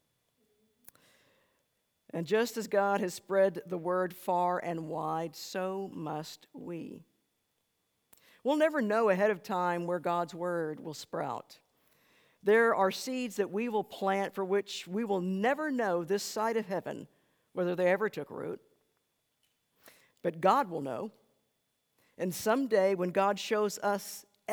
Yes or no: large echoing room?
yes